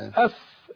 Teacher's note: الفاء من بطن الشفة السفلى